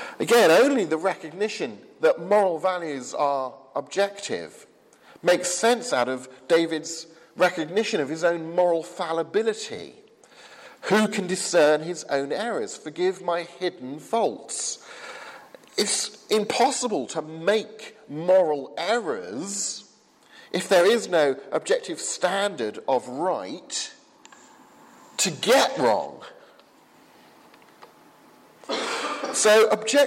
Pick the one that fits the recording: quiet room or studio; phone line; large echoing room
large echoing room